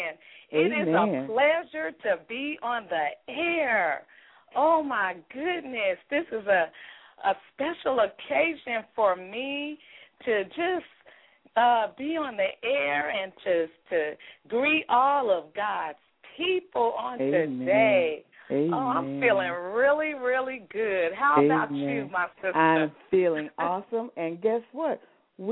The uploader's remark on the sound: we will be having our female guest to call